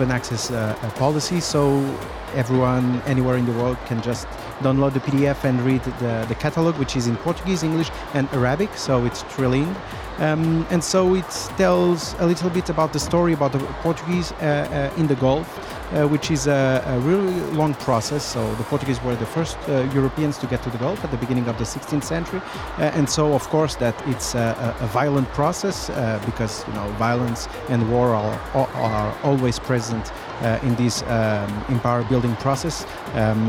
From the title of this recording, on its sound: Live from SIBF 2023